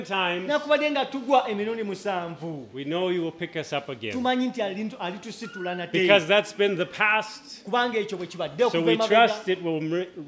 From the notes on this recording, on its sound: at Lubumba Community Church on Sunday, November 5 2023.